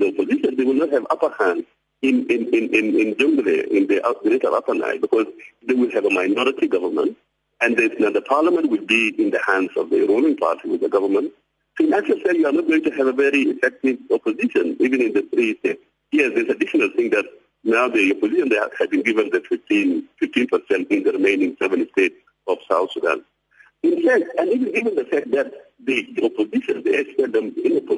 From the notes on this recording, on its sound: We are joined on the line.